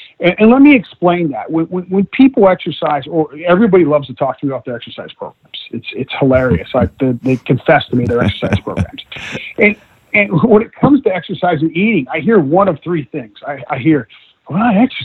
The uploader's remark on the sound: via internet phone